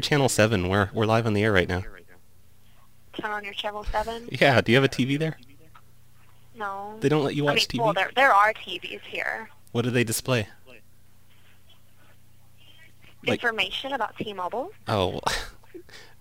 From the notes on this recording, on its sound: RBCP's Personal Prank Phone Calls Collection